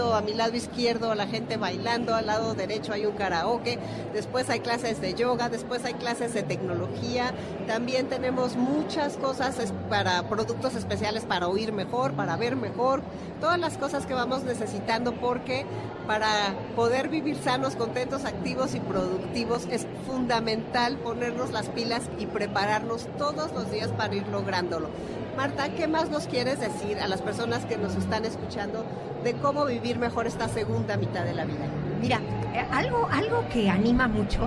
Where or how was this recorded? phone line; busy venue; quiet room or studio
busy venue